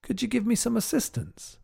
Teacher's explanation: Could you becomes could ya or could ya.